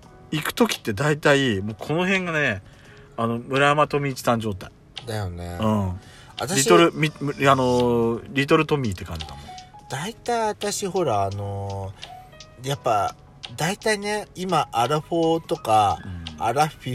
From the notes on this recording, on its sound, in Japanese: From Radiotalk。2人組。パーキング収録。